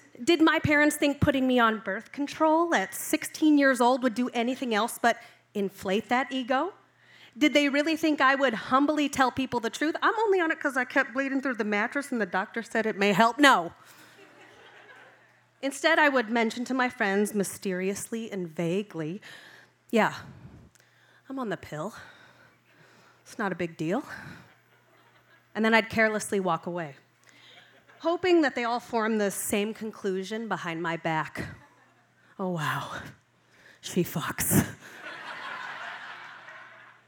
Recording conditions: live audience